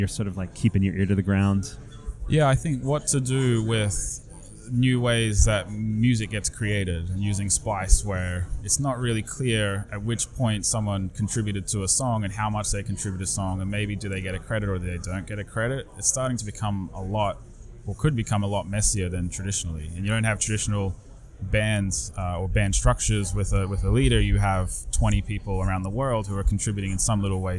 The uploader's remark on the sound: MidemTectonics coverage. Recording interviews on the spot in Cannes!